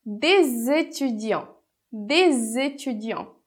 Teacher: E aqui a gente tem o D, que termina em S, e étudiant, que começa com vogal. Então, a gente vai fazer a liaison produzindo o som de Z entre D e étudiant